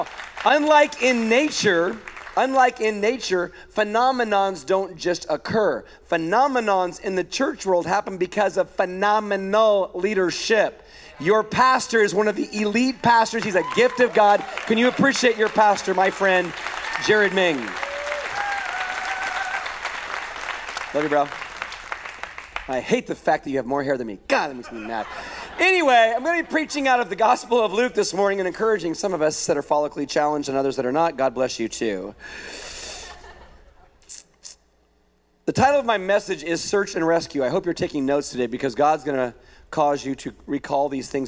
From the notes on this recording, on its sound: A weekend message at Higher Vision Church